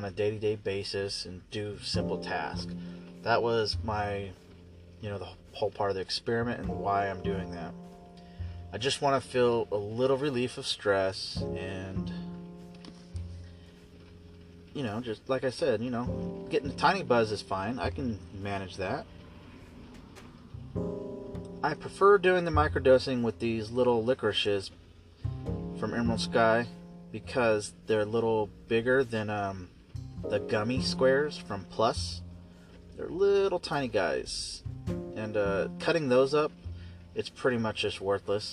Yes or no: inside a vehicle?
yes